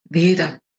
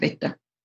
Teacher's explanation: Deshalb sagen wir da eben Vokalisierung dazu. Und man hört häufiger weiche D statt T. · Shown in: first take · Zum Beispiel eben in Weder statt Wetter. · Term: mittelbayerische Konsonantenschwächung